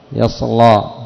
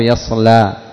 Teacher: قراءة الجمهور يصلى، باللام المستفلة وليست باللام المغلظة · Shown in: second take